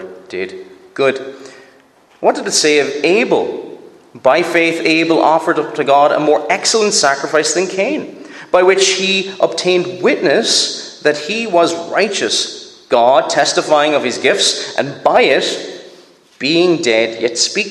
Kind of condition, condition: setting, live audience